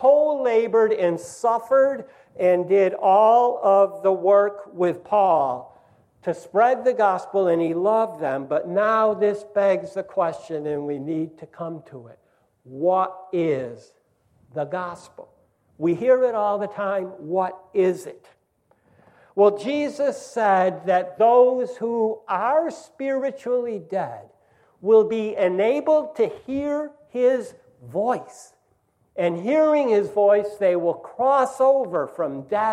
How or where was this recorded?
large echoing room